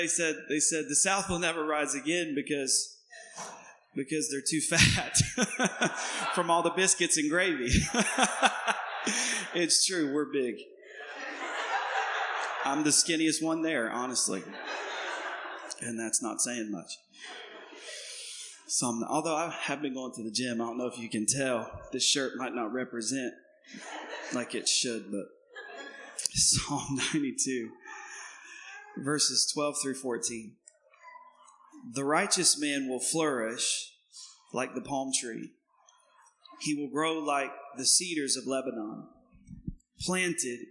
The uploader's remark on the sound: Recorded on 2016-06-19 at the 08:30 Service.